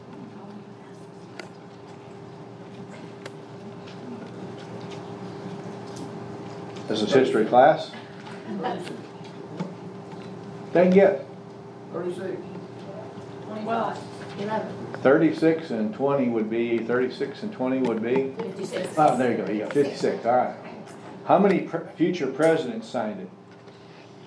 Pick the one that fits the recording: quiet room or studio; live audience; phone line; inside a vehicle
live audience